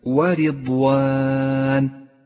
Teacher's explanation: لاحظ الراء المرققة في كلمة ورضوان، رققت لأنها مكسورة